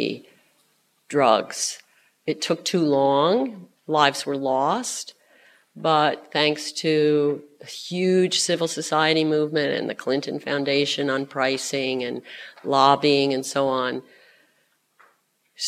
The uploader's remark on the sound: Keynote address at the 2018 Australasian Aid Conference. 2018 Australasian Aid Conference - Keynote address. The Conference was held at Crawford School of Public Policy, ANU. Was organised by the Development Policy Centre in partnership with The Asia Foundation.